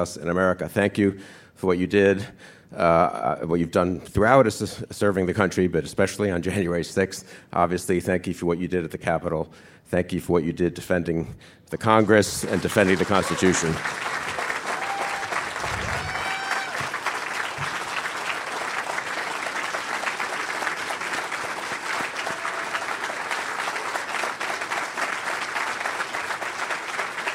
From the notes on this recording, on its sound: At our first live show